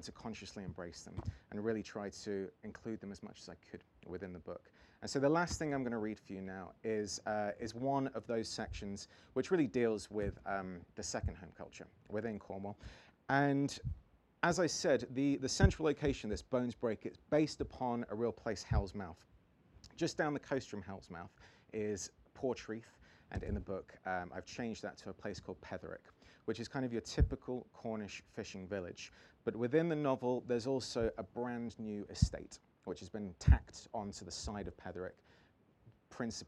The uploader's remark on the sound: as part of the Cream of Cornish event at the 2022 North Cornwall Book Festival